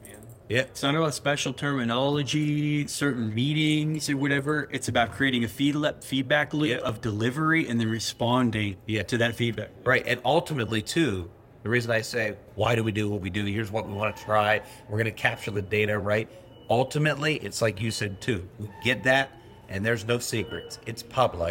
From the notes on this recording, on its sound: Recorded at Atlassian Team ’22. This special episode of The Modern Agilist Podcast was recorded LIVE at the Atlassian Team '22 conference in Las Vegas, Nevada!